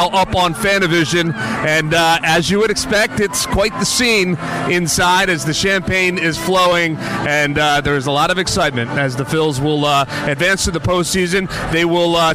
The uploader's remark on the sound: live in the Phillies' clubhouse